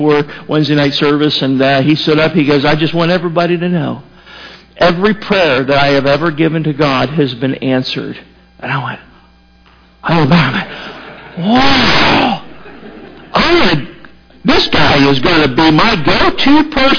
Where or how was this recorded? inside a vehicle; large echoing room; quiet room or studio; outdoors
large echoing room